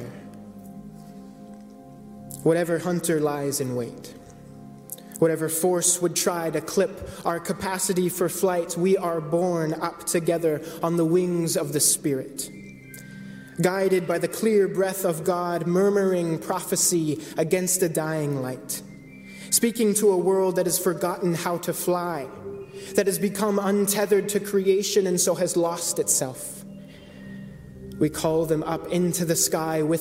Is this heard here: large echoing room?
yes